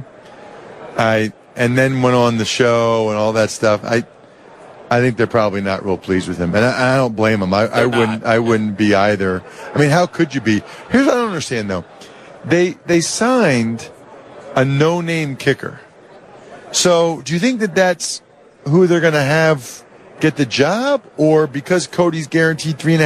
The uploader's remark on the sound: Live on Radio Row in Atlanta as the city and the rest of the football world get ready for Super Bowl 53.